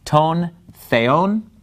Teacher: the word for God, theon, the accent is on the second syllable, that's where the mark is.